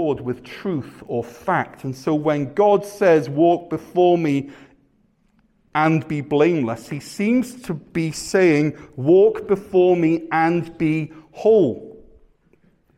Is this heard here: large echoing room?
yes